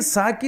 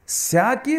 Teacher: స అంటే దంత్యం, శ అంటే తాళవ్యం అని చెప్పాలి